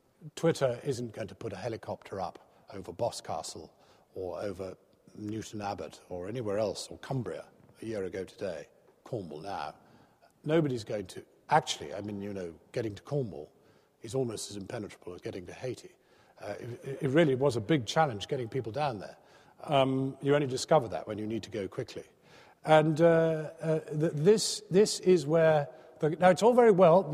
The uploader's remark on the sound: Recorded on Friday 19 November 2010 at the University of Edinburgh's McEwan Hall.